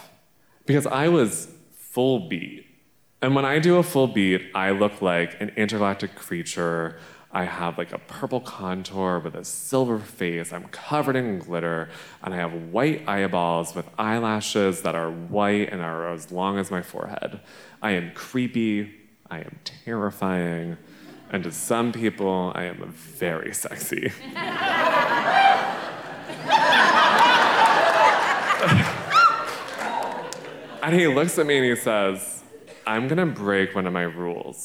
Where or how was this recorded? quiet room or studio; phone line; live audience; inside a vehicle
live audience